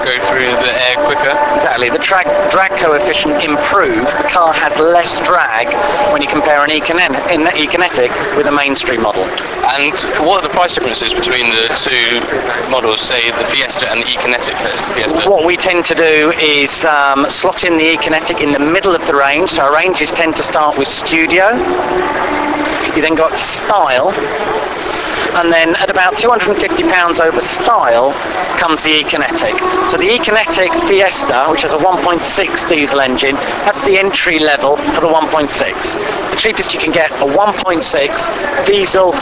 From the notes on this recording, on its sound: This week when walking around the British International Motor Show